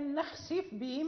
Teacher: وإذا جاورتها الباء كذلك وكنا لا نقرأ بالإدغام، مثلا نخسف بهم، وهذه مرت علينا في باب الإدغام والإظهار، لأن هناك من القراء من يدغمها، يقرأ نخسف بهم، يعني هناك من القراء، ولكن نحن في قراءتنا في رواية الإمام ورش أو قالون ليس هناك إدغام الفاء في الباء